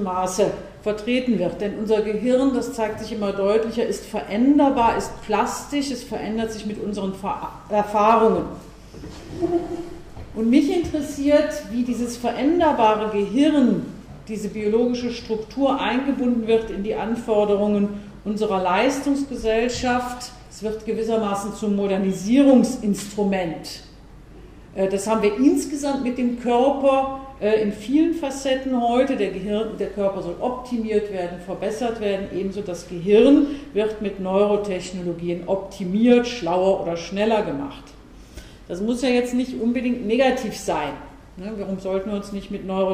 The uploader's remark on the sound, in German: Mitschnitt des Vortrags. Universität Innsbruck.